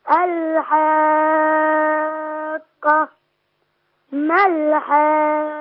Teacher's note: دي بتمد مد جميل جدا، ست حركات